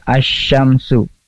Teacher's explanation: Atau alif lam syamsiyah, alif lamnya itu tidak dibaca, langsung dimasukkan ke huruf berikutnya.